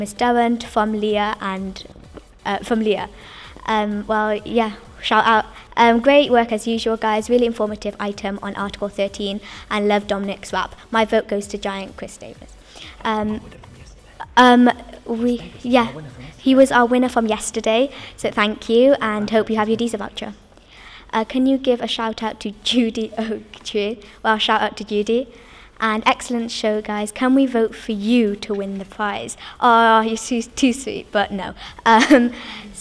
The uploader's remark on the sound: 24 Students from YR7 to YR10. Our final show was broadcast in front of a live studio audience of invited guests and our local Welsh Assembly Member.